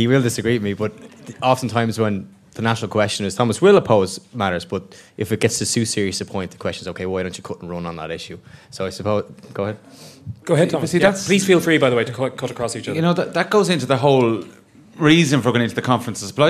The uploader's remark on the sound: A special live episode of the podcast. Everyone who attended the live recording on Thursday, February 22nd here in The Irish Times.